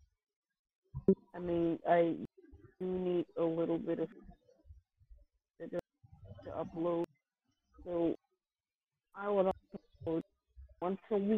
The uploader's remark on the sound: Phone Call.